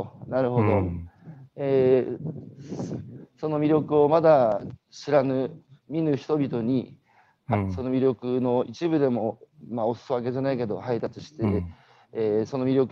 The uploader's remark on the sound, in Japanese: 歩きながら1時間、対談する